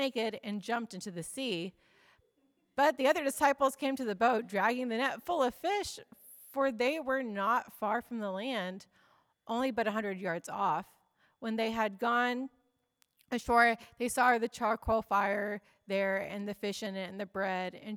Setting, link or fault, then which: setting, large echoing room